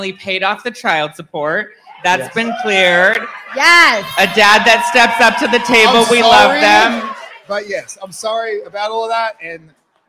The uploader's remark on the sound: live at The Bourbon Room in Los Angeles